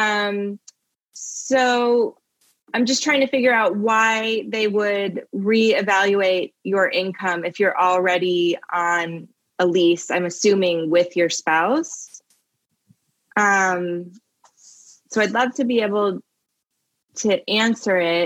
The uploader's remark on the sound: (Live Webinar Replay)